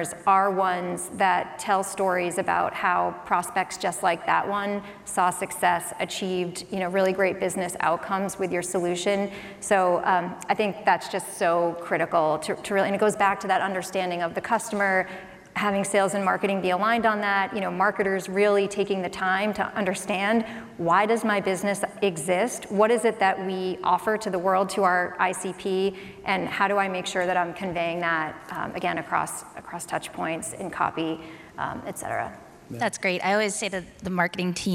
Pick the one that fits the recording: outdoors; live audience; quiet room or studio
live audience